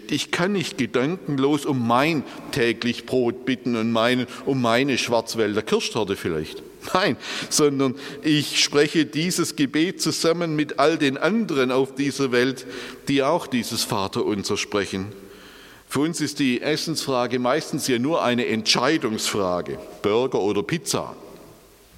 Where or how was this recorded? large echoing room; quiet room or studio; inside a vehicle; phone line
large echoing room